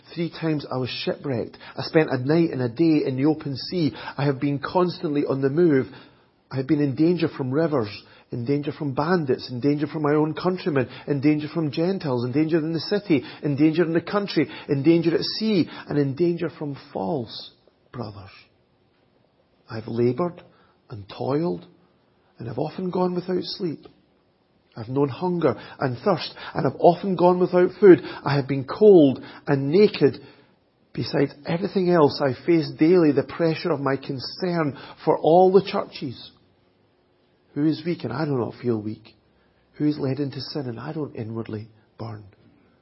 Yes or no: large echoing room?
yes